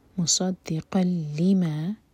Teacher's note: نزل عليك الكتاب، لي مدلين، بالحق، قاف بشدہ قاف سٹرانگ، بالحق، مصدقا لما، صاد ہیوی، مصدق قلما، قاف کی تنوین کے بعد لام تو ادغام بغیر غنہ کے